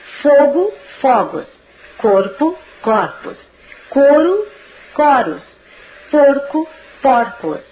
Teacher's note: Há palavras que com a passagem do singular para o plural trocam o timbre fechado da vogal tônica para aberto.